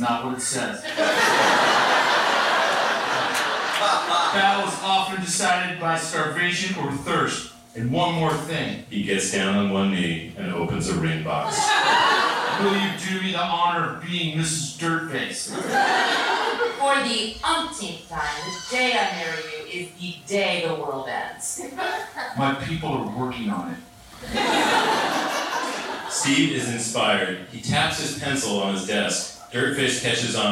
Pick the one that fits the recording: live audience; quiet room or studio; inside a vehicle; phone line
live audience